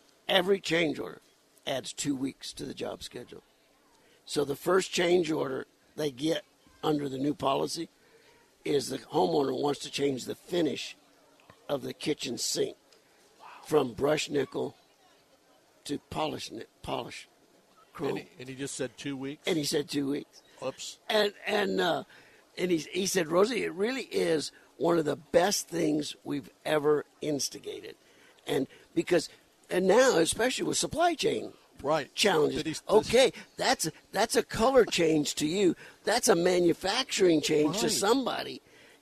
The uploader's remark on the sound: On location from The 2023 Tucson Book Festival.